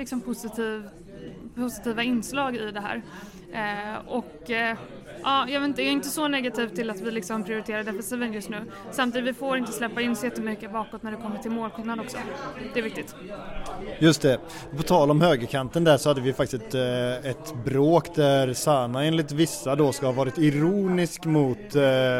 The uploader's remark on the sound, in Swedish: Lyssna på vår goa, röriga podd, live on tape från krogen.